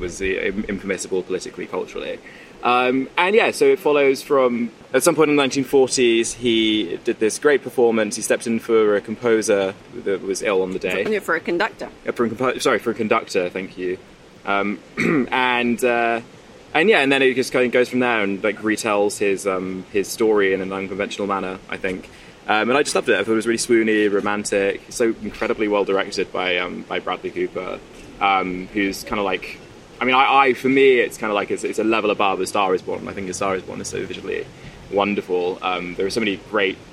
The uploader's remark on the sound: We’ll be discussing some of the most talked about titles from this year’s Venice Film Festival straight from the Lido.